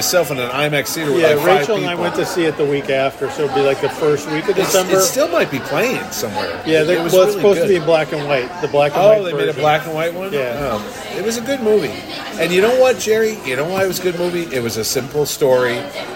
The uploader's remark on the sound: This 90 minute off the rails conversation is once again recorded at Colony Grill in Fairfield, CT.